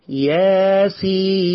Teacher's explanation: الياء من حي طهر، حركتين. والسين بتمد ستة، كم عسل نقص، يبقى تقول ياسين، كويس جدا.